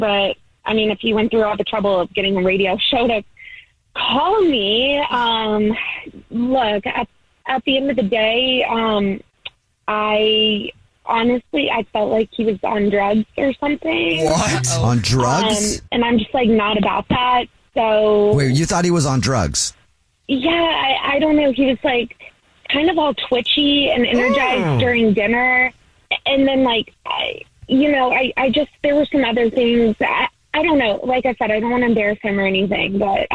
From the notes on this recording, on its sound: We get that other person on the phone